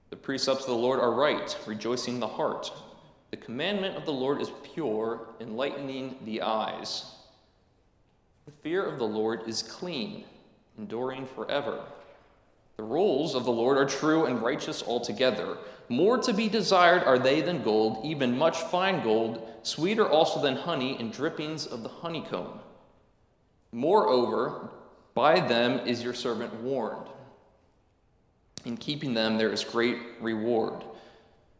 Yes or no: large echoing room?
yes